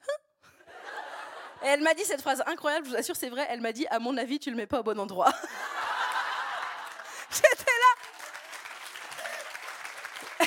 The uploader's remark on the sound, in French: EN LIVE SUR SCÈNE